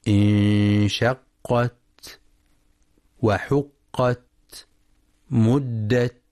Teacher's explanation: وينتبه القارئ للتاء المفتوحة فلا يقرأ بترك الهمس انشقت وحقت مدت، يقرأ خطأ بترك الهمس انشقت وحقت مدت، أو ينطق الهمس مشوبا بالسين نحو انشقت وحقت مدت، وإنما اللفظ الصحيح انشقت وحقت مدت.